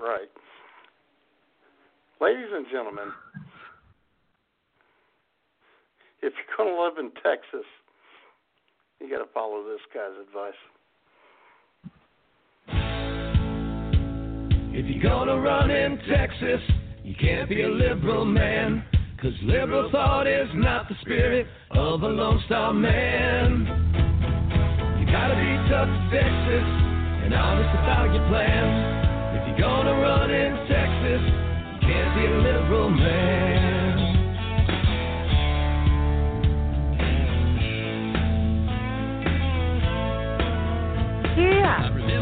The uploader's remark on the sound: your phone calls